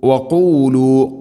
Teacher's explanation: ഖാഫ് തൊണ്ടയുടെ മുഗൾ ഭാഗവും കഴിഞ്ഞ് ചെറുനാക്ക് മഖ്റജ്